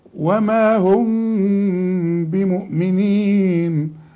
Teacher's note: الميم مع الباء لازم يحصل لها اخفاء بغنى